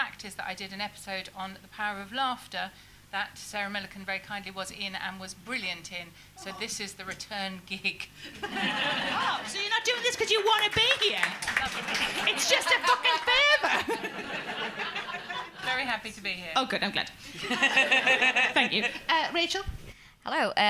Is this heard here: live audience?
yes